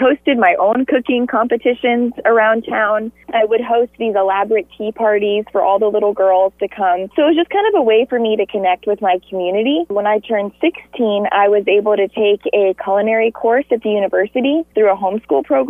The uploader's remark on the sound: called into the KINY Morning show